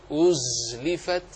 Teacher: أزلفت الزاي لها صفة الصفير وهي من حروف الجهر، ليست من حروف الهمس وهي من حروف الرخاوة، فيجري فيها الصوت